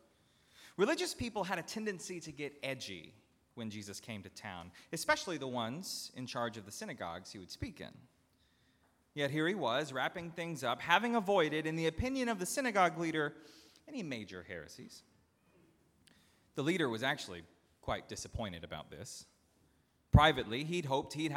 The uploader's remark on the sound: at Northminster Church on August 25, 2019